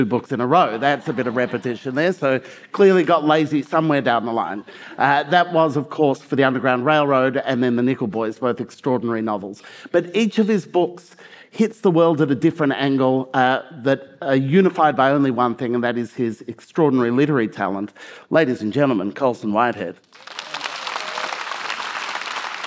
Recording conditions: live audience